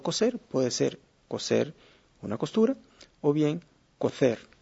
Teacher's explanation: toda América mantiene una falta de distinción entre los dos sonidos · Term: ceseo